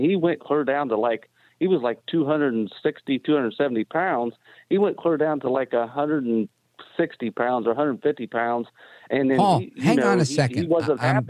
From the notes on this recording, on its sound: we take your calls in open phones across America